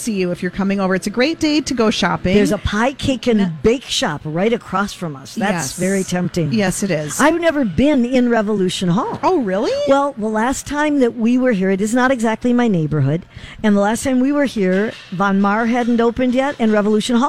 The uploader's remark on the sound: live at Revolution Hall at Rosedale Center